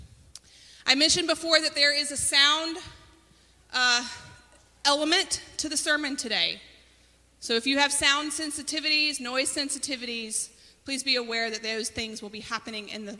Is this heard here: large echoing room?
yes